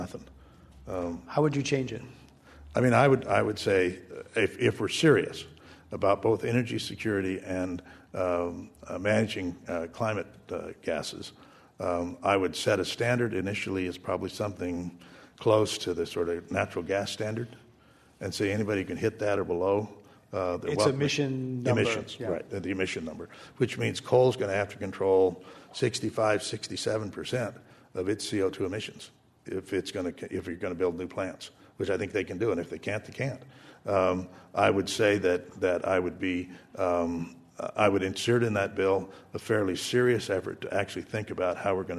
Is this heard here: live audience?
yes